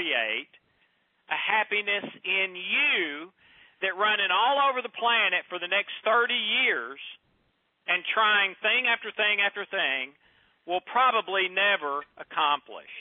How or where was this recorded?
phone line